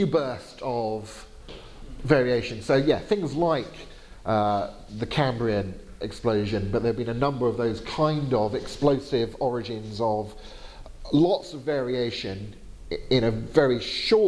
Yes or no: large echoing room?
yes